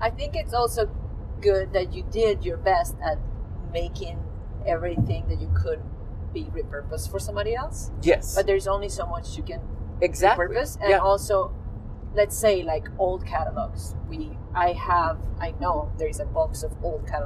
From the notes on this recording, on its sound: We record from the road our last episode together.